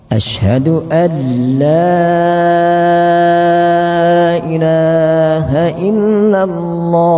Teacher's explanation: menebalkan lam sehingga menjadi alla